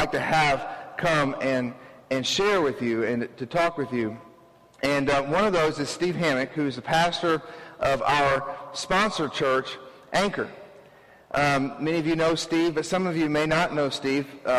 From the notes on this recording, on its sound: This is the audio from our special dedication service for our new worship facility.